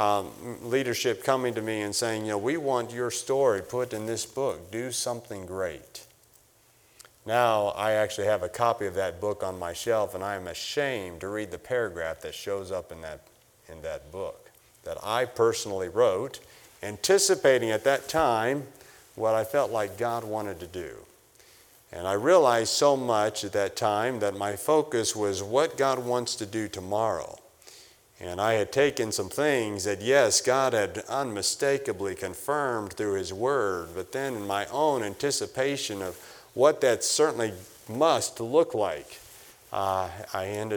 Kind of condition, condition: setting, large echoing room